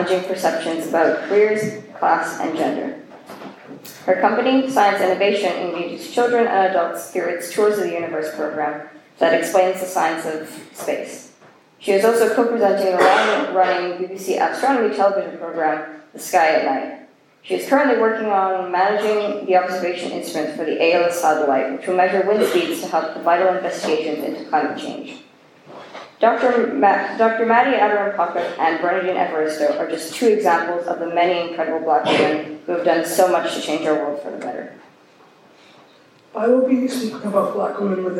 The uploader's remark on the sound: A recording of the Diversity and Inclusion group's chapel speech for Black History Month.